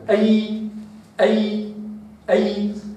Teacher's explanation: فالياء من منتصف وسط اللسان، هذه المنطقة قلت أنها تحاذي غار الحنك، يعني أعلى نقطة في الحنك، فاللسان لا يستطيع أن يصل إلى إيه؟